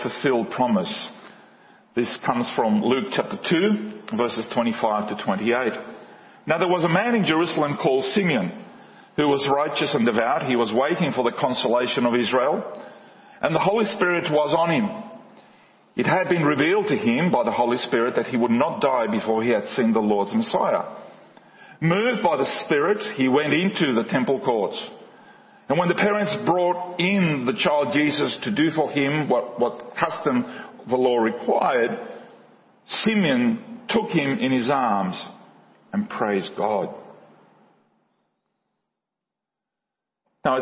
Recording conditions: large echoing room